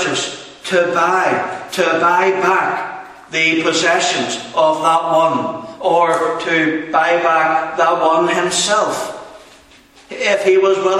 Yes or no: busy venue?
no